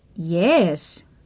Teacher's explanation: This is a rise-fall tone.